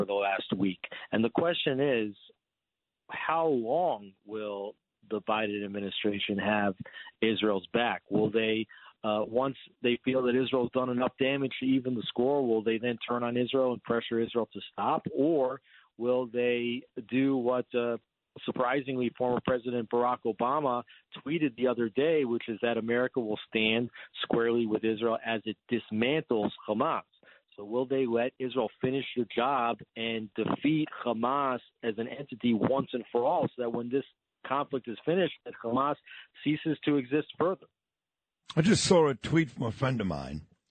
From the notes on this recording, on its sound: calls in to give another live update from Jerusalem